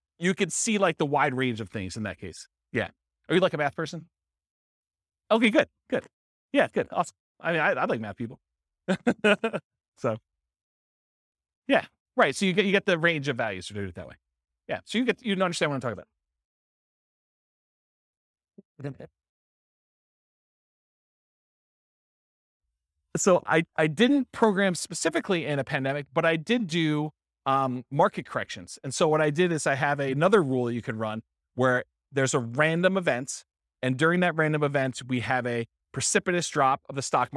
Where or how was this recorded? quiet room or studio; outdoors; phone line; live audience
live audience